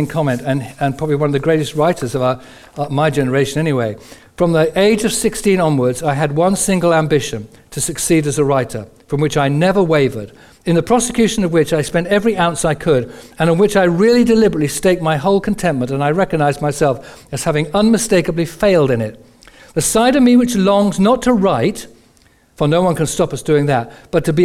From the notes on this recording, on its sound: Recorded on 01/11/15 at our Moseley gatherings